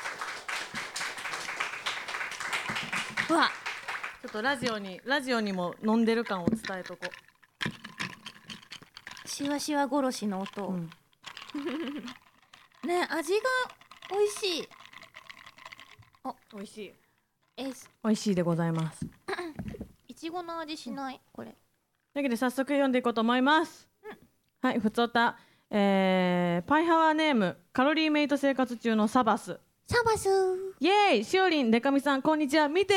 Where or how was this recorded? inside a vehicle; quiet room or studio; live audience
live audience